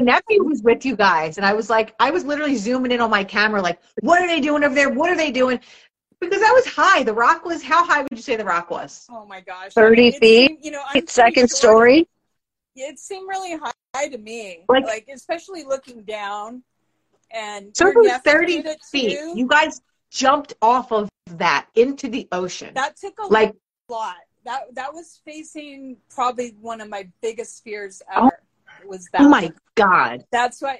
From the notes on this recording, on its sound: testimonials from Instagram Live